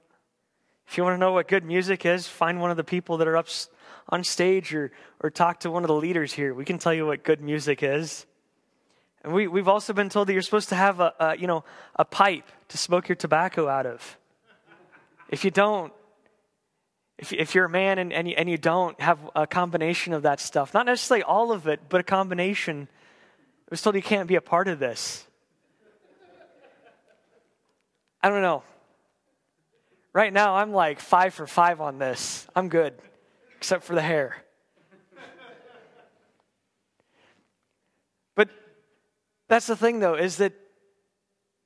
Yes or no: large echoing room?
yes